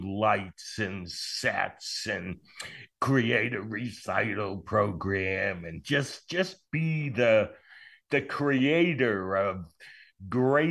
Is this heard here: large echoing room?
no